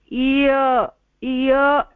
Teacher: दे R half vowels. किमर्थं half vowels इत्युक्ते ते स्वरजन्यव्यञ्जनः इत्युक्ते ई योग अ कुर्मः चेत् इय अत्र य इति ध्वनिः श्रूयते, परन्तु अत्र अर्धस्पर्शः भवति